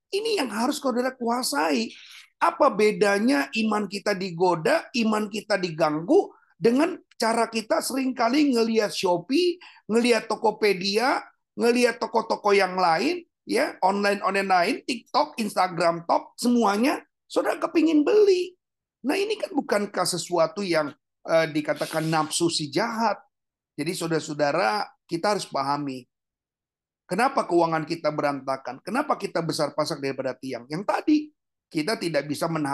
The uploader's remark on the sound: Audio Zoominar